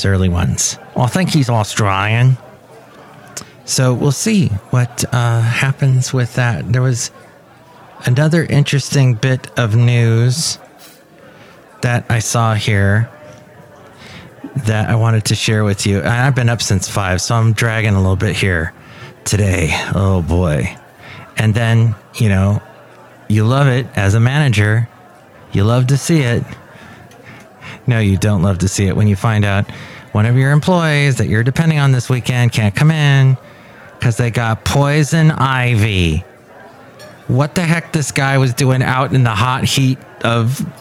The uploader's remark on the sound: podcasts live from Cafe Anyway